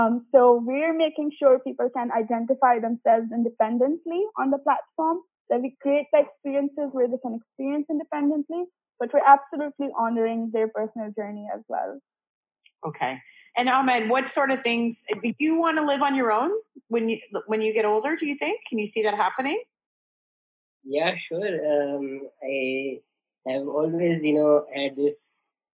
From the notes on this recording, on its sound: A Zoom chat. The co-founder of the Inclusive digital platform for People of Determination was in Dubai.